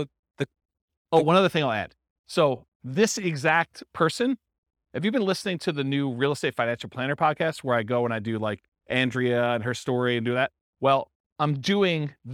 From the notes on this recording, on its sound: This was a live class recorded